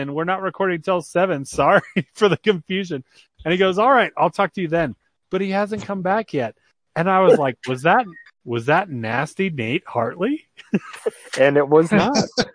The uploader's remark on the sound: Call in show.